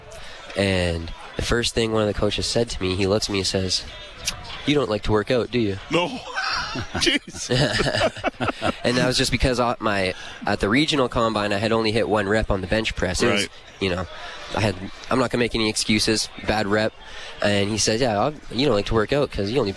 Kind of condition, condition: setting, busy venue